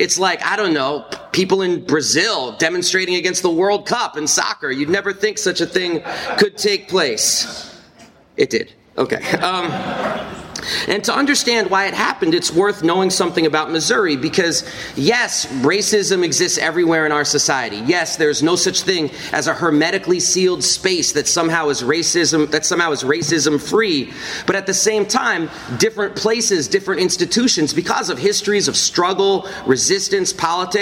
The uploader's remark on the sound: Then, in front of a live audience, I do a talk about the political lessons of the Mizzou football strike against racism.